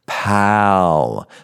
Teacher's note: So pal, like, this is my pal, my buddy, my friend, P-A-L, ah, pal. It's a long ah, a lot more open.